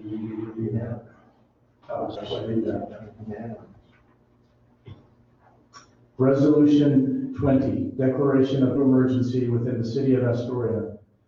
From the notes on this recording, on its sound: Live recording of Astoria City Council meeting, March 16, 2020.